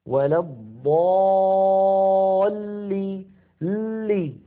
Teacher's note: اللام أيضا في كلمة ولا الضالين مشددة، تتألف من لامين، اللام الأولى بين الرخوة والشديدة زمنها يحتاج إلى جريان ضئيل مساو للحم، ولا الضالي لي، ها لامان، هذه اللام الأولى، لي هذه اللام الثانية.